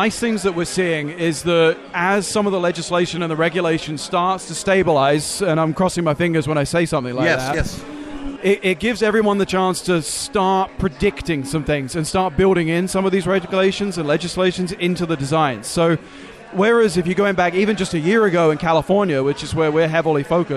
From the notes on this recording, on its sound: Live From The 2019 USCC Expo.